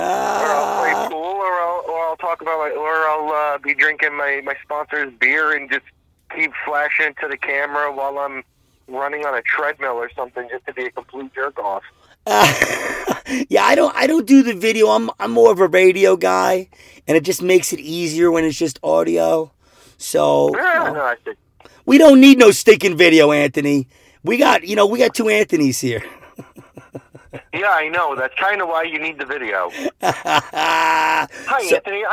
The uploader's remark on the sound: we are recording in the car